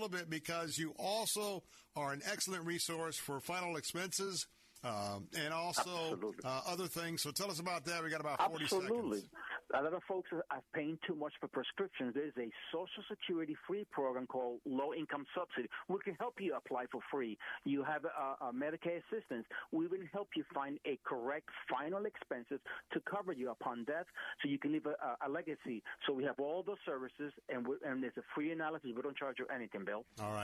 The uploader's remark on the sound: called in from Jerusalem